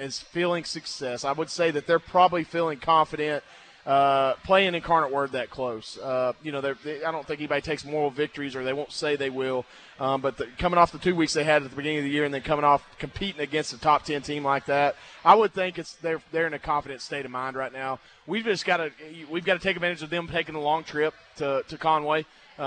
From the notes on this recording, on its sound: LIVE from Walk-Ons Sports Bistreaux in Conway